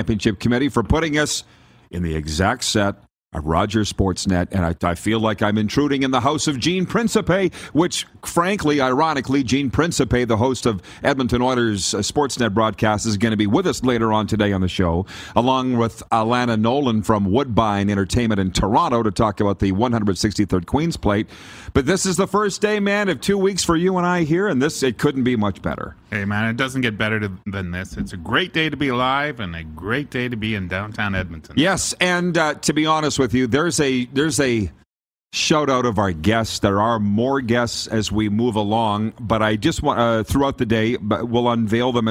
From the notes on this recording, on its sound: LIVE From Rogers Place in Edmonton. We are LIVE from inside Rogers Place in Edmonton, Alberta... Site of the 2022 World Junior (2.0) championships!